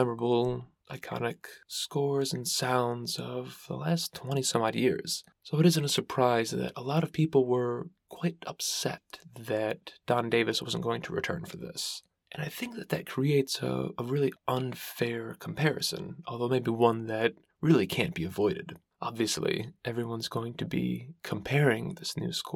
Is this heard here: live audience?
no